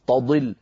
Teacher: تضل لابد من ترقيق التاء وتفخيم الضاد، تضي تضي، وأنا نقول تضل مثلا، اسمعوا تضل، هنا صارت التاء وكأنها طاء تقريبا